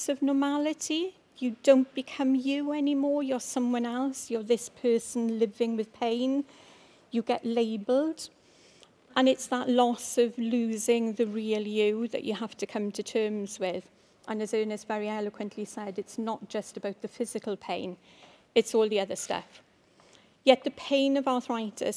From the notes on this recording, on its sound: The Chronic Pain Policy Coalition brought together some of Wales’s leading pain experts at the home of the Welsh parliament (or Senedd Cymru) in Cardiff. Recorded live at the event. Where clinicians, academics, policy-makers and people living with pain came together.